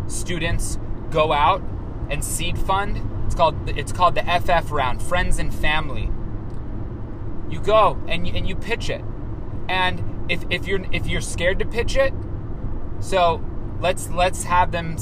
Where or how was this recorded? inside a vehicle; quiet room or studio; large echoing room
inside a vehicle